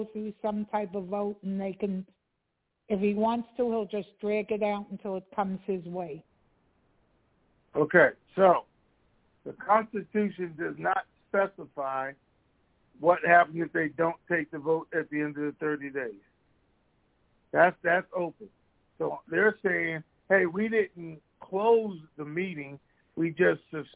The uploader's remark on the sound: TNTSuperfantastic Conference Call